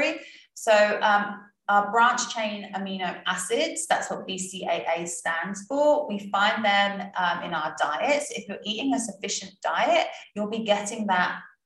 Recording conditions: video call